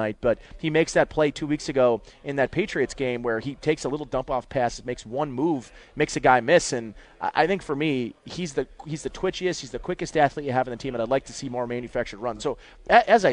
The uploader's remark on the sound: Live from Batavia Downs